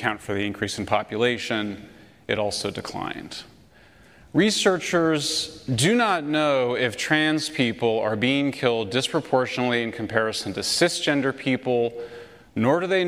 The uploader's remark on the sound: Lecture At University of Austin